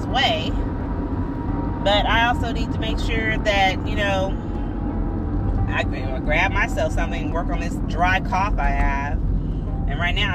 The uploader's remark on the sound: episode in the car